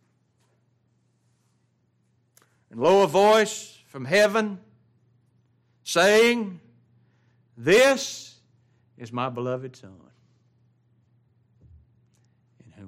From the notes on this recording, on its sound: It was preached at Grace Baptist of Ruston Louisiana.